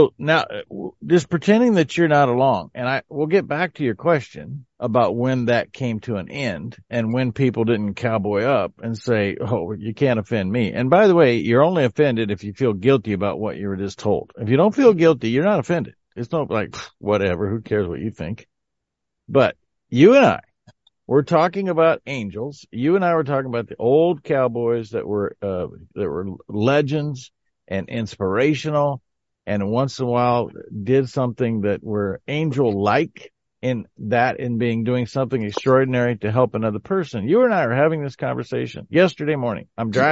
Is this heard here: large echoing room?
no